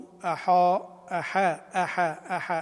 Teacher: الهمزة والحاء مرققتان لأنهما مستفلتان